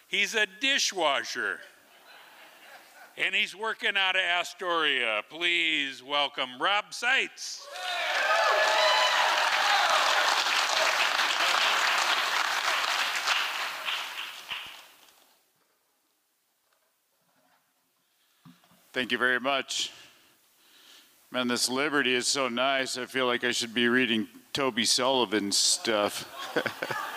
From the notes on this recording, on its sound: Liberty Theatre-Saturday Night-Fourth Set. This recording was made on Saturday, February 25th, 2023, at the Liberty Theatre in Astoria, OR as part of the FisherPoetry Archive Project.